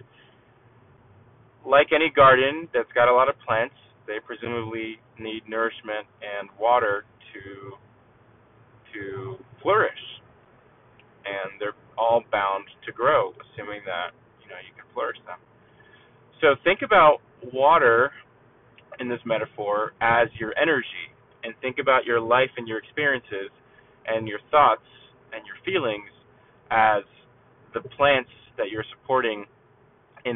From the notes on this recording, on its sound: thanks for sitting through the car audio quality